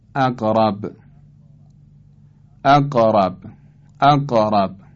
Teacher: به عنوان مثال مثلا کلمه اقرب، اقرب، اقرب، این قاف که قلقله داره، این حالت لرزش و تکون و حرکت کمی میل به فتحه باید پیدا بکنه بنابر قولی.